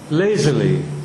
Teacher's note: It's not iambic, it's dactylic.